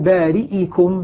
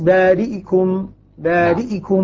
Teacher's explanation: كيف الآن نقولك اختلس. الاختلاس فيه سرعة. نعم. وفيه أيضا تخفيف من حدة الحركة · Shown in: second take · ولكن ينبغي أن تكون هذه السرعة عند الحرف تماما في نفسه.